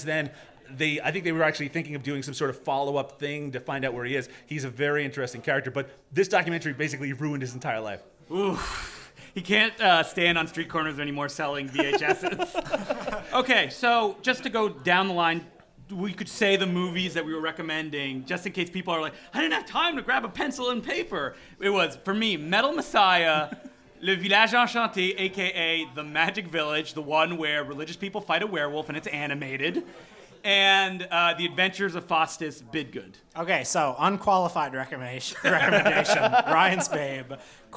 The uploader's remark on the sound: got on stage at the What The Film Festival Bazaar